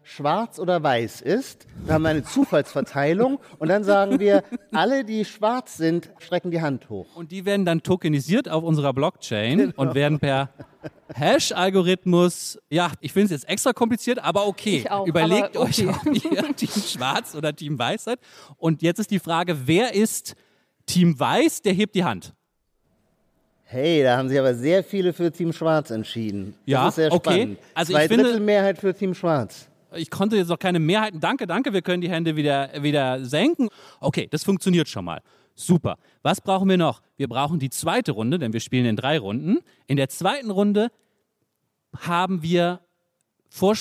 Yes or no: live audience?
yes